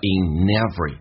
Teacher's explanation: in 跟 every 你可以有连音，叫 inevery，但我们说不连也是对的